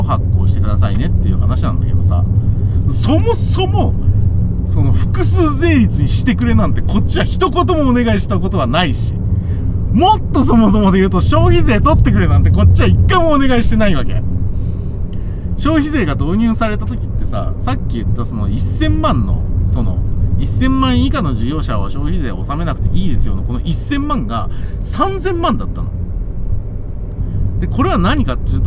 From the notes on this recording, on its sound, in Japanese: 君は助手席で眠っていて。ただ運転して、ただ話してるから。車の走行音と運転手の声を遠くに聞きながら。